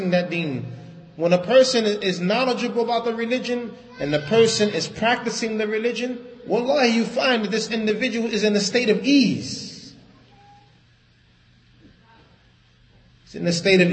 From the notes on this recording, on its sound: Lecture given at Masjid Nur Allah, Queens, NY